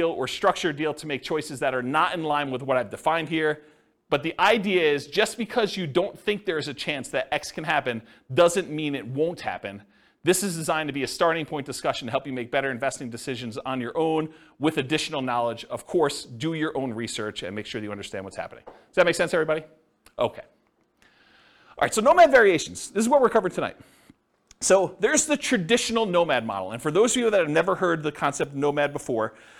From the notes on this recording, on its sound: This was a live class recorded